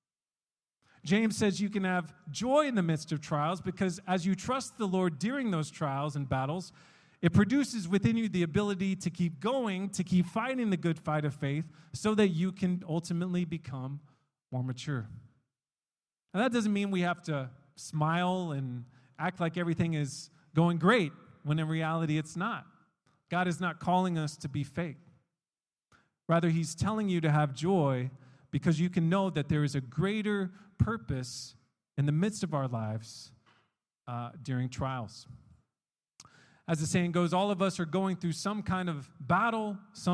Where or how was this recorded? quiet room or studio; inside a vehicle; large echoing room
large echoing room